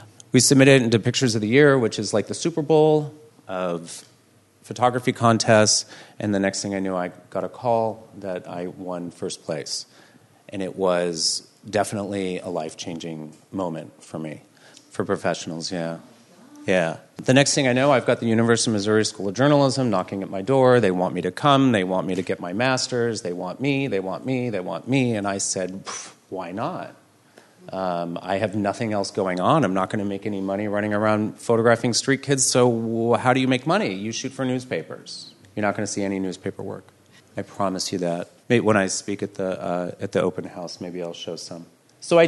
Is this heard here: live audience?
yes